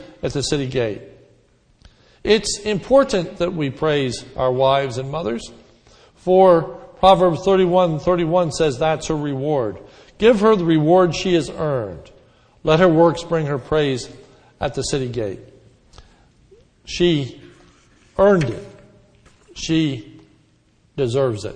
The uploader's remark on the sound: This sermon was recorded om Mother’s Day 5/09/10 in the morning service.